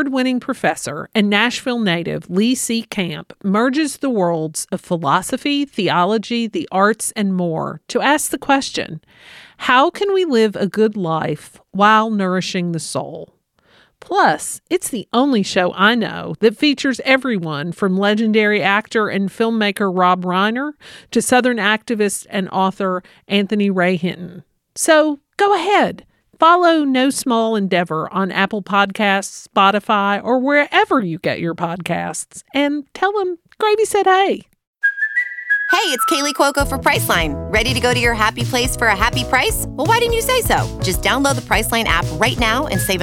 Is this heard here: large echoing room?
no